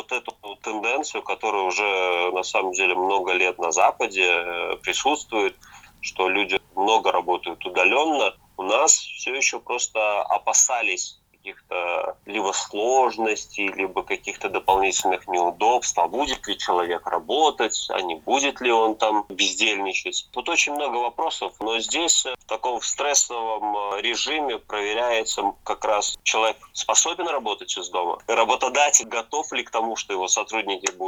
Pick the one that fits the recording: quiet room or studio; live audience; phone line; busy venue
phone line